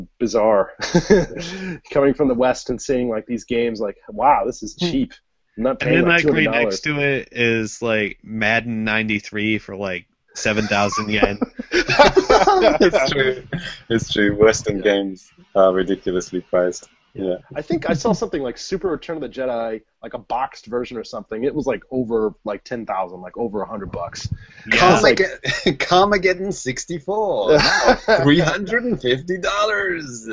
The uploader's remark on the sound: Recorded on Google Hangouts On Air live